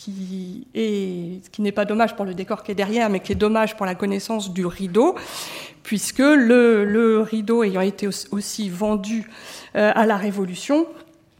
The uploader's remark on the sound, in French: Intervention enregistrée le 23 octobre 2014 dans le cadre du colloque « Conserver et restaurer les théâtres historiques (XVIIIe – XIXe siècles) : pour qui, pour quoi ?